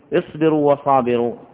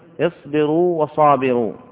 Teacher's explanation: فلا تقل اصبروا وصابروا، ولكن قل اصبروا وصابروا، فتبين الواو الأولى وتمكنها · Shown in: second take · Term: مد التمكين